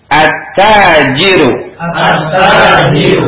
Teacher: maka lamnya tidak dibaca, langsung masuk kepada huruf syamsiyahnya.